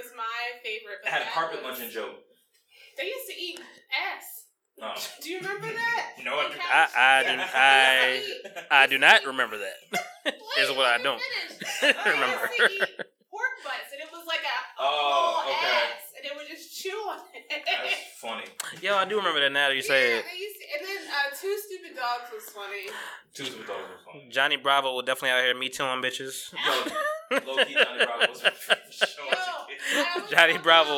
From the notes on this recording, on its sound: Pardon the sound quality, still figuring out some kinks